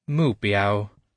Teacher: with a falling tone on mu and a first tone which doesn't go up or down but remains steady on biao